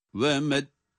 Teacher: hem sakin okuyacağız hem de o sakin olarak okunan nunları tutarak, gunne yaparak çıkaracağız